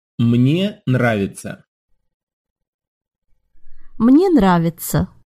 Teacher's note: That's a tough pair of consonants at the start of that second word. You have an N and a rolled R. That's very hard to say slowly.